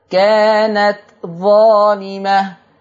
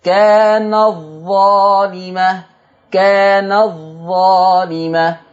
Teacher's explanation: نعري التاء ونشدد الظاء لتضغم على رواية ورش · Shown in: second take · Term: إدغام تاء التأنيث